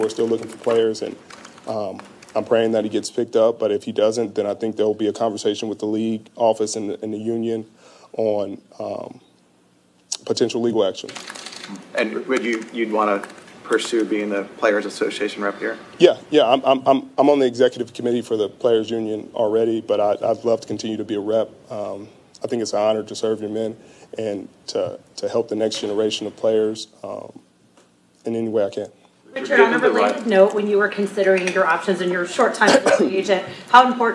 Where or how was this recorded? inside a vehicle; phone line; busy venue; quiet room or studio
busy venue